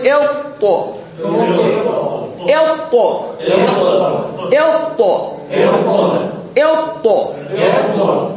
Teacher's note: من طرف اللسان مع أصول الثنايا العليا، طرف اللسان وأصول الثنايا العليا، طرف ومنبت.